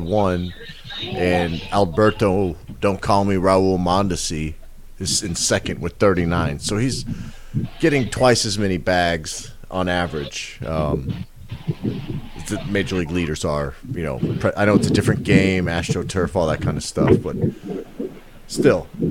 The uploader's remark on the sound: walking the streets in NYC